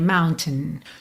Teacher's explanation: Muitas vezes do T já vai pro N